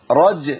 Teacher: خد بالك الجيم الساكنه لازم تقلقلها، رج ما تقولش رجعيه، ايه رجعيه دي؟